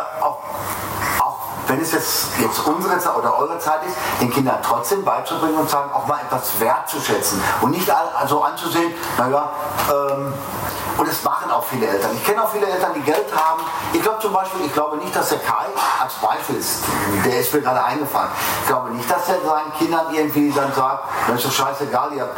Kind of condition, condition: fault, poor microphone